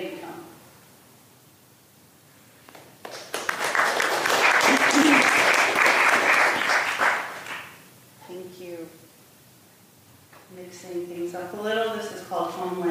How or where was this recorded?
live audience